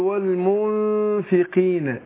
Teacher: القاف لما بتكون مكسورة بتاخد ادنى درجات تفخيم. فاقول والمنفقين قينة قينة مش قينة قينة.